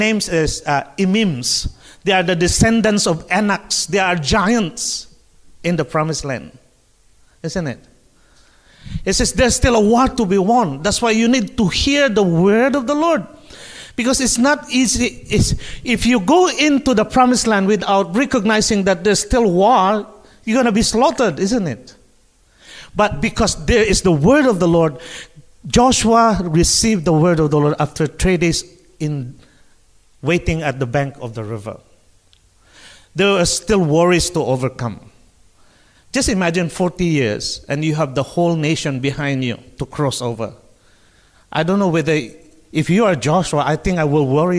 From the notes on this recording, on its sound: Streamed Live from South Mandurah Uniting Church!